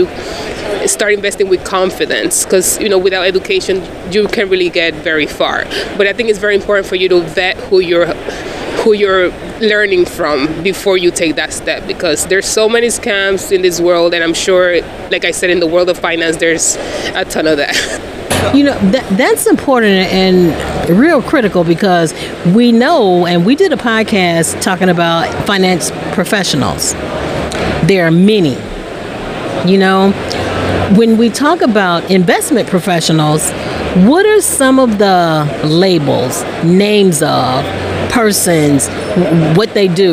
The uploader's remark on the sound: LIVE from the conference floors of FinCon22.